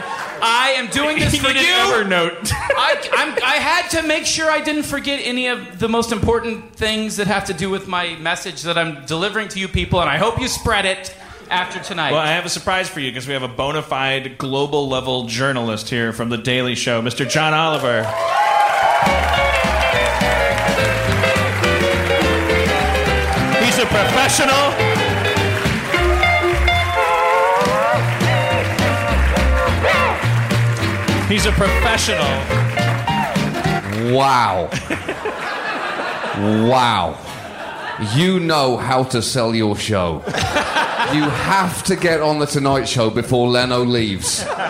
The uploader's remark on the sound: HARMONTOWN Live at Largo Coronet Theatre! (Presented in 128kbps Stereo).